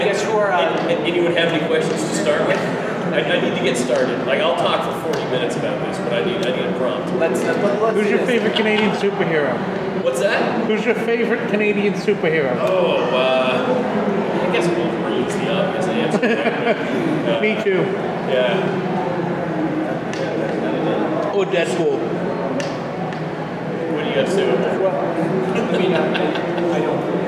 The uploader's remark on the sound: London Comic Con 2018 Panel